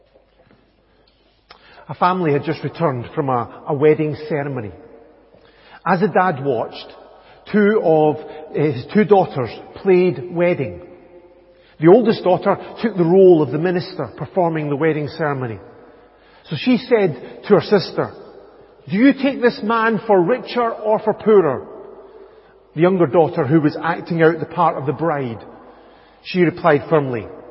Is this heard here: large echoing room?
yes